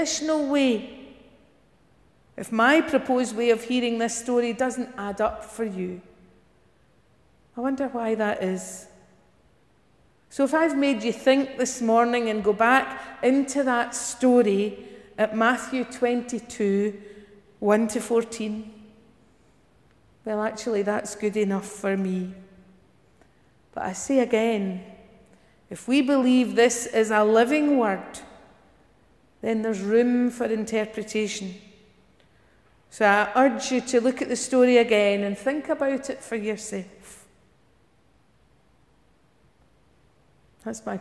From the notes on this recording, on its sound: Morning worship recorded at Giffnock South Parish Church on 7th October.